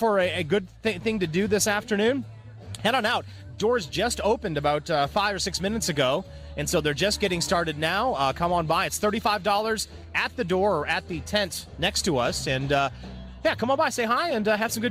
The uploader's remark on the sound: Live from TinyPalooza Craft Beer Fest. Go LIVE in Snellville, Georgia for TinyPalooza at Lincoln Fill Station.